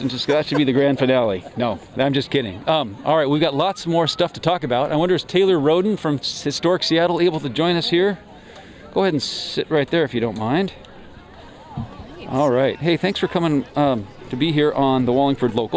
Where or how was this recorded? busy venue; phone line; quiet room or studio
busy venue